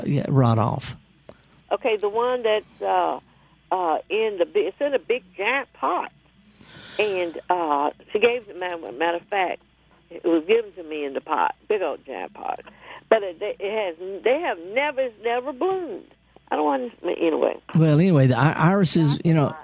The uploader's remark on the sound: Several callers.